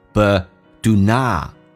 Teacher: T 可以不发音，这叫略音，后面是以辅音开头